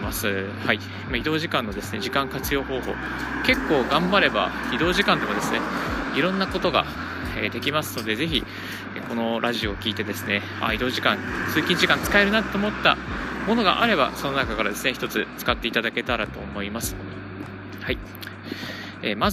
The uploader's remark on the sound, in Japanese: 歩きながらラジオ配信。